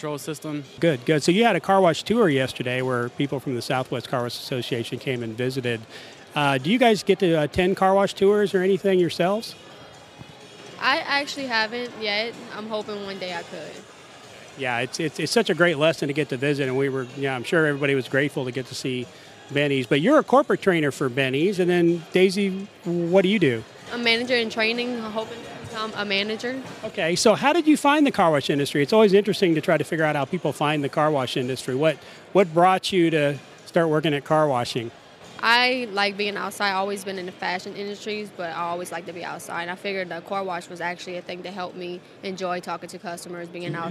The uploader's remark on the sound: Carwash conference, an International Carwash Association (ICA) event. Conducts brief interviews on the show floor.